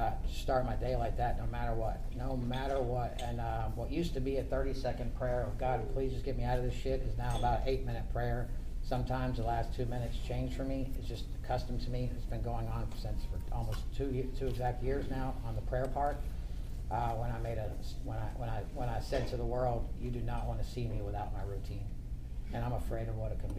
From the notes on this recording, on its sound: The three of us were invited to take the lead table at a panel meeting, these guys have consented and I cut all other voices to the best of my ability, that caused some loss of content.